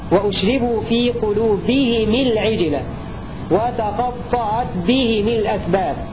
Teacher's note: هنا حكم جديد لأبي عمرو البصري: إذا أتى قبل الهاء ياء ساكنة مثل عليهم القتال أو إليهم اثنين، أو قبل الهاء حرف مكسور مثل بهم وأشربوا في قلوبهم العجل، أو تقطعت بهم الأسباب، أبو عمرو حالة الوصل يقرأ هذه الأمثلة بكسر الميم تبعا لكسرة الهاء